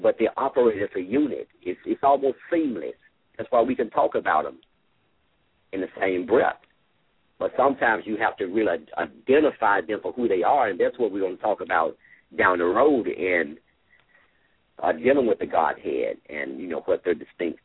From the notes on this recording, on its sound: LML uses a progressive live call in format.